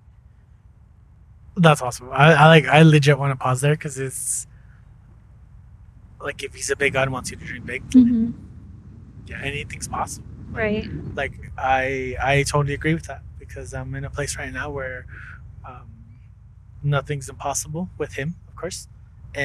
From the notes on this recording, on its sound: Some of the episode was recording under heavy wind